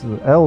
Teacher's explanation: А здесь оно такое, L, например, оно среднеевропейское, близко к немецкому, не мягкое, не твердое.